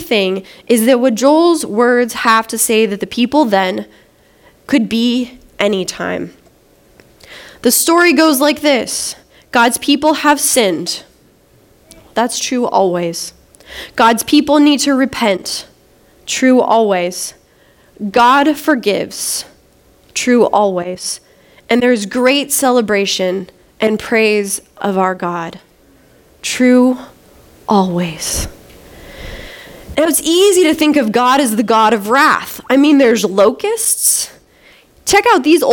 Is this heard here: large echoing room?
yes